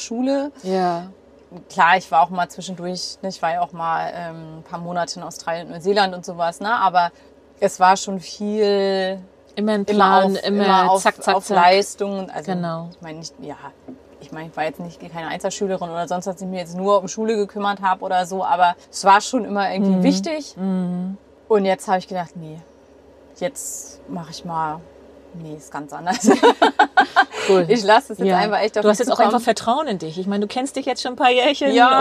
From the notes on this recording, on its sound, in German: Das heutige Gespräch wird nicht – wie üblicherweise – im GEHEN aufgenommen. Das Interview haben wir im Februar im gerade neu erstandenen Van vor ihrer ehemaligen Haustür in Nienhagen (bei Rostock) aufgenommen. Bat ich um eine kleine Zwischenmeldung via Sprachnachricht, die ich ans Ende dieser Episode angedockt habe.